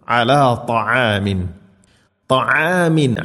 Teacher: ത്വആം അല്ല ത. ഇത്തുബാഖ് എന്ന സിഫത്ത് നൽകി കനപ്പിച്ച് ഉച്ചരിക്കണം. നാവിൻ്റെ മധ്യഭാഗം അണ്ണാക്കിലേക്ക് ചേർന്ന് നിൽക്കണം.